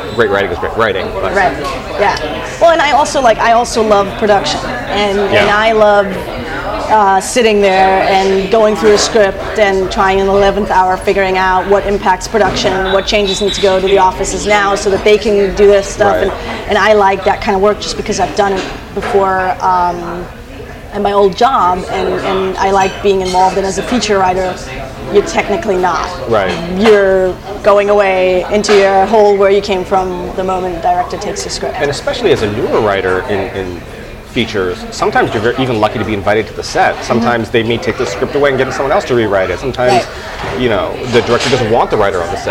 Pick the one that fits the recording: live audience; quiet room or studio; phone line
live audience